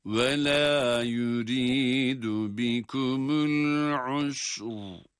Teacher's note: وَلَا يُرِيدُ بِكُمُ الْعُسُرُ Ayın ötresiyle sin harfine ve ince olarak okunuyor. El-usr dedik ama sonrasında ra kalın okunacak.